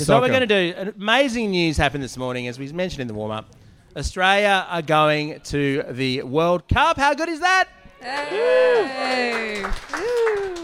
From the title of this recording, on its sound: LIVE from the Pub!